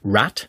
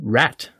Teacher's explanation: Es ist also nicht ein A, es ist nicht Rat, es ist auch nicht Rat, es ist so ein Rat. Also so ein Zwischending zwischen A und E. · Shown in: second take